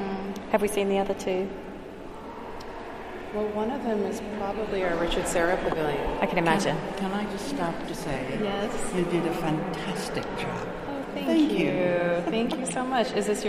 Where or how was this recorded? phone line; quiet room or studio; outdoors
outdoors